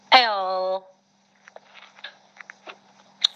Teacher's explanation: 它这一个有个舌边音，舌尖要抵到上颚